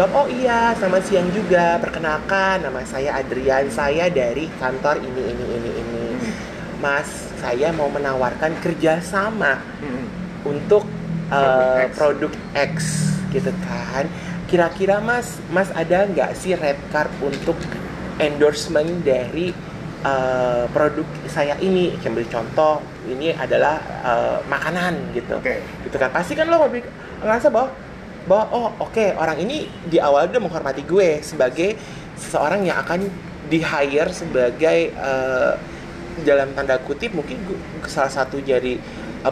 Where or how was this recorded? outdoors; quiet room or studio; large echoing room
outdoors